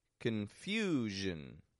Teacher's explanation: The stress is in the second syllable. The vowel gets stretched out in there a little bit longer, and then the zhin, quick and quiet.